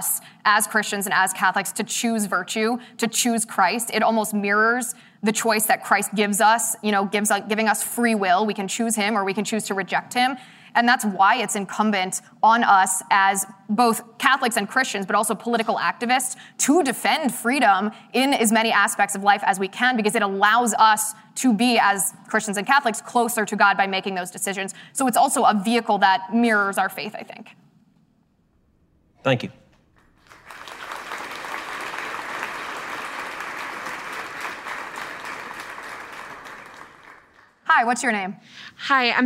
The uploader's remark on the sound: Live from the swamp at Catholic University. A one-of-a-kind, never-seen-before, all-mailbag live episode.